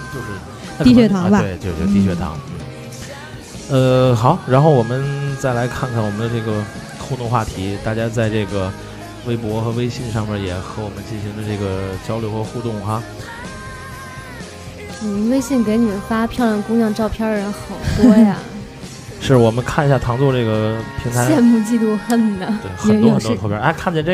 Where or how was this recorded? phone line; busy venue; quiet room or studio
busy venue